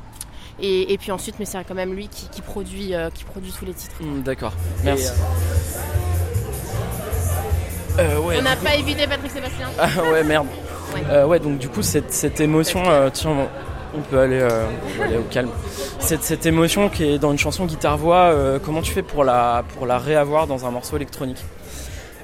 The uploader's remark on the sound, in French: 30 minutes en balade dans Rennes. Un épisode enregistré aux Transmusicales de Rennes, le lendemain de son concert, avec une chanson en acoustique.